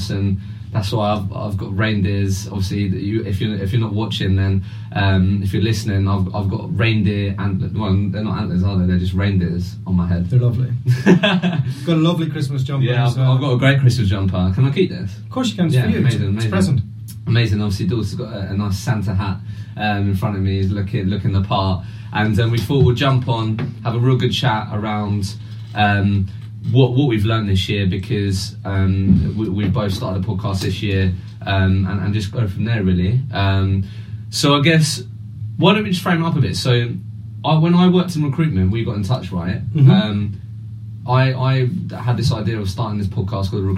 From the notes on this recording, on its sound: I experienced the dreadful moment of having a 50 minute chat and realising I didn’t press the record button. The sound quality on this one is not amazing so I apologies in advance!